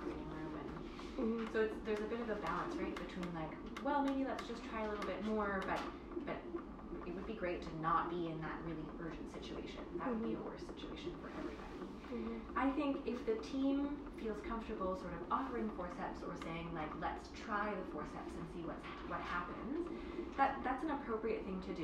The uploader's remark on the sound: I apologize for the quality, hospitals are incredibly loud places.